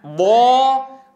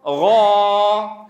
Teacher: ضامر أشد تفخيما من غا · Term: زيادة تفخيم